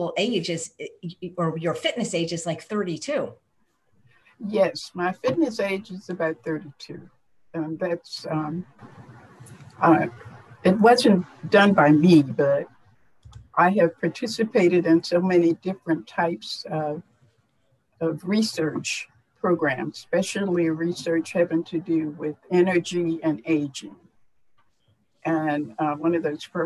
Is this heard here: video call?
yes